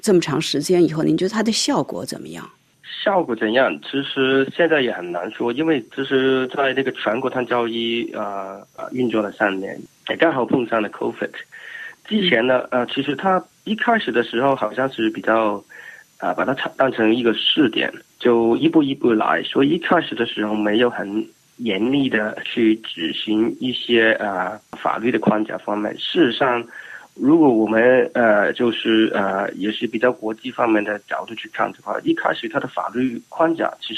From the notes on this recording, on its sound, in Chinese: 电话采访